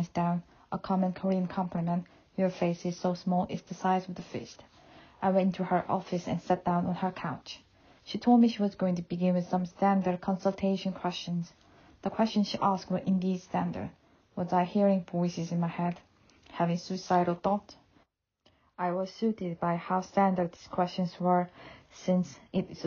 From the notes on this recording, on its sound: I recorded this with my phone in a small living room at my home in Somerset, UK, with a wool blanket over me as it’s been unusually chilly August weather.